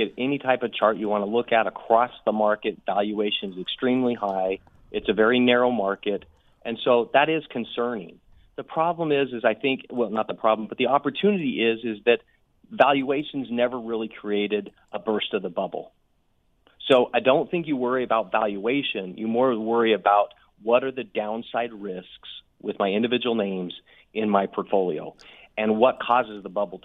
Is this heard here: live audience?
no